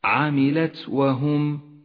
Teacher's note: أجر النفس مع حرف التاء وإلا غدا حرفا ضعيفا · Term: صفة الهمس